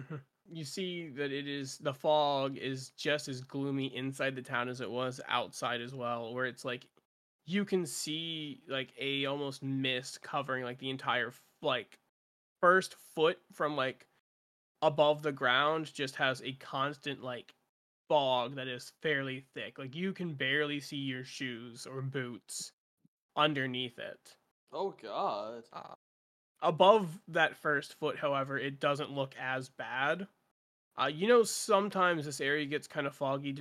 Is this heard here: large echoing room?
no